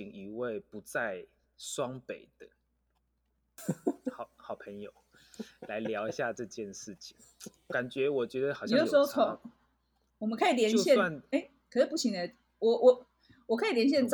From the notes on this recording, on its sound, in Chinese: 本集節目透過Zencastr錄製平台來錄製，聲音品質會與過往錄製有些落差，請見諒